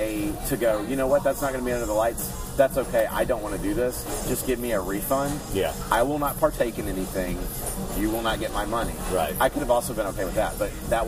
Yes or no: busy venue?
yes